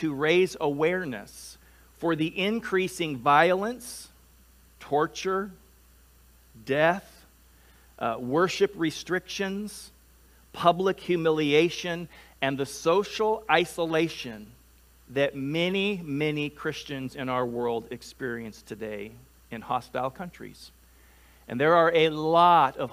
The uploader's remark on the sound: Delivered on 7 November 2021 at Grace Church of La Verne. At Grace Church of La Verne.